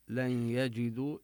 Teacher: لن يجدوا إدغام مع الغنة